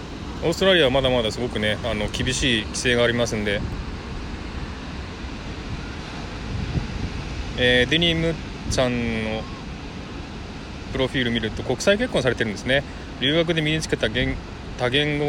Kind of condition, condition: setting, outdoors